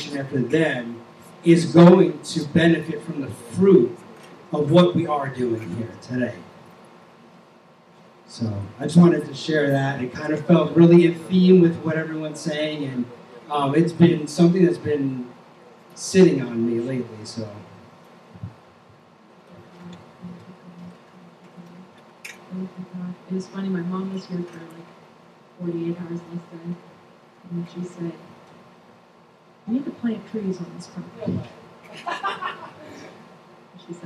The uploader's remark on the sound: Recorded on June 25, 2023 at Crossing Life Church in Carmel, ME.